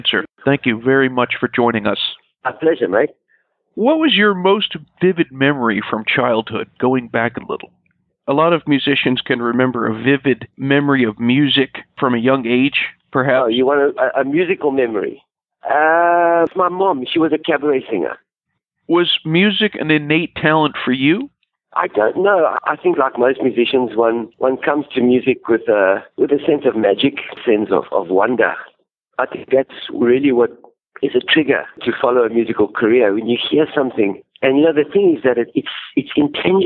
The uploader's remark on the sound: Something came up and the interview was conducted by telephone.